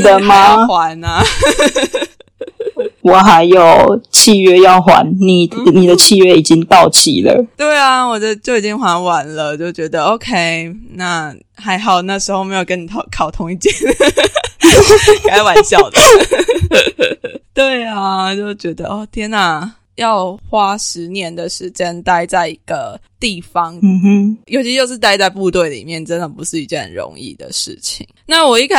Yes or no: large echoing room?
no